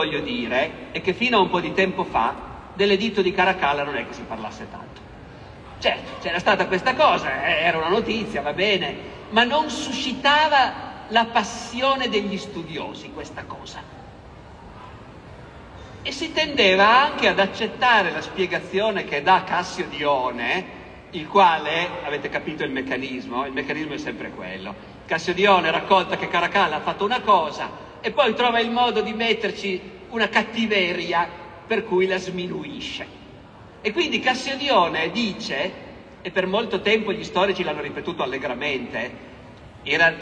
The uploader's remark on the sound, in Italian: Roma Storia Festival. Audio registrato in loco.